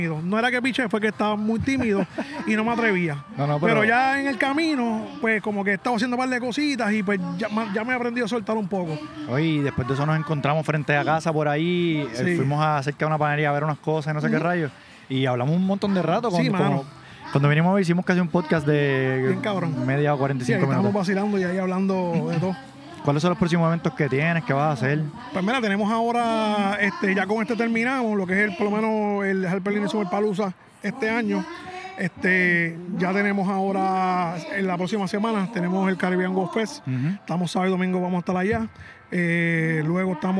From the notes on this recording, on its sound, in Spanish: un podcast “live” que se hizo en pleno evento